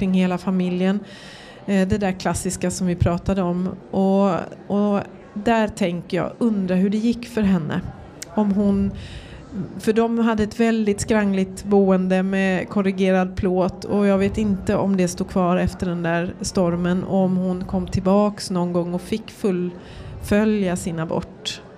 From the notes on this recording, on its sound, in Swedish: I det här poddavsnittet, som är bandat live på bokmässan i Göteborg.